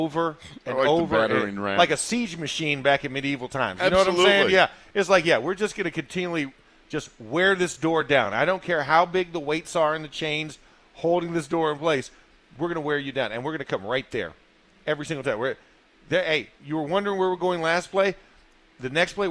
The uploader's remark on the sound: In the Locker Room live from Steelers Camp Day 8.